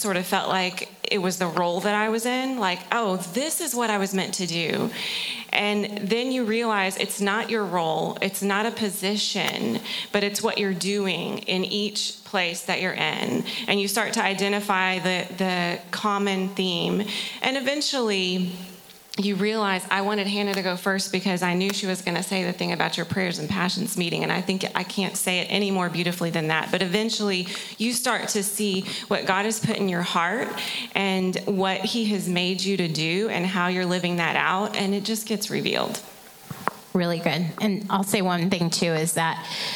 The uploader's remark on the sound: From the 2023 Interactive Women's Leadership Conference. Featuring our panelists and Q&A with audience members.